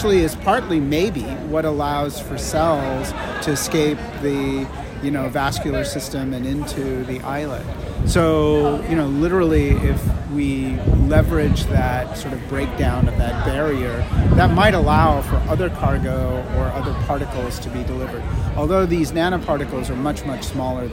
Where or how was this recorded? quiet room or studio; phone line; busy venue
busy venue